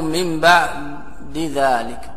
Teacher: أدغم الدال في الدال، يعني جعلها دال وأدغمها.